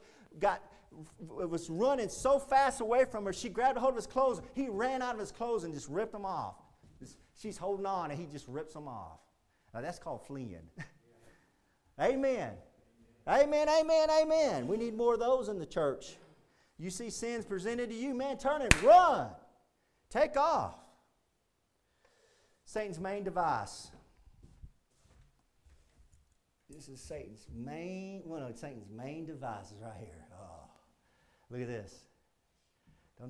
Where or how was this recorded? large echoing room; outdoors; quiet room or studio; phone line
large echoing room